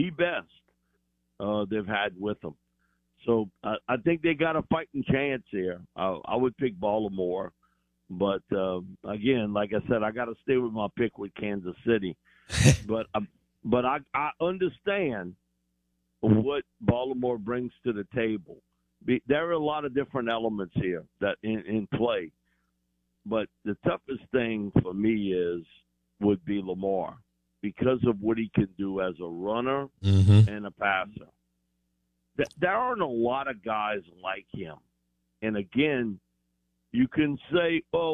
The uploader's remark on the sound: In the second hour of the show live in the BankPlus Studio. Joins the show on the Farm Bureau guest line.